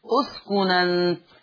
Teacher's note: النون ساكنة وما بعدها همز مفتوح، تحذف الهمزة وناخد حركة الهمزة اللي هي الفتح ونحطها فين؟ نحطها على النون فتقرأ أسكن أنت. · Term: بنقل حركة الهمز